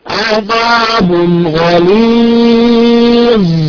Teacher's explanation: لابد ان يجري صوت حرف الظاء · الظاء بيجري ليس مكتوم